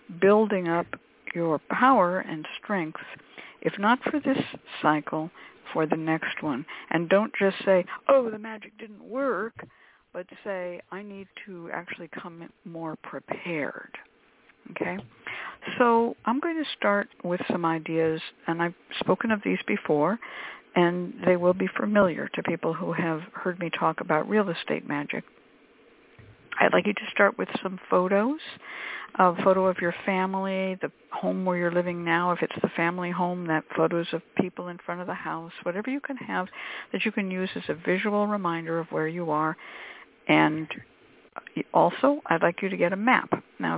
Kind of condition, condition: link, phone line